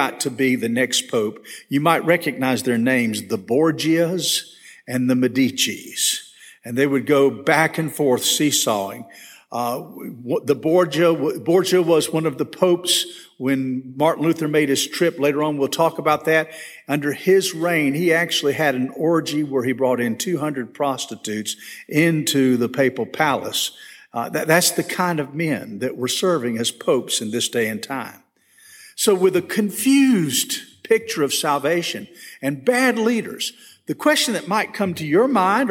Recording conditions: large echoing room